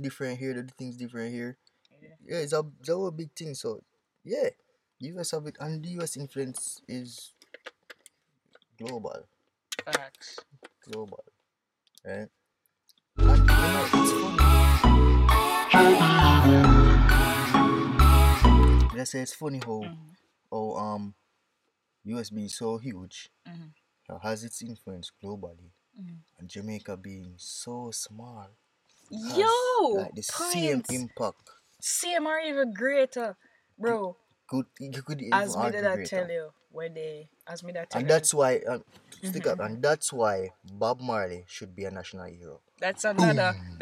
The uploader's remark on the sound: We recorded this episode in my mom’s car